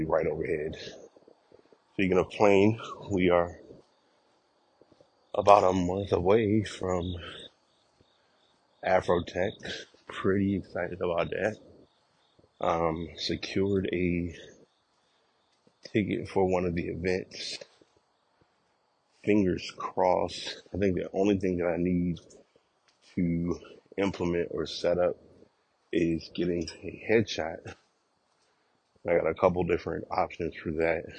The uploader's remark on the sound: Walk recording.